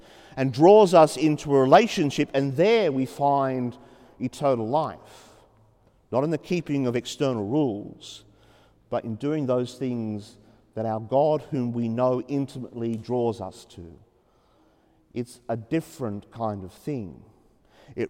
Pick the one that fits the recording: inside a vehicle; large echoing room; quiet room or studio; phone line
large echoing room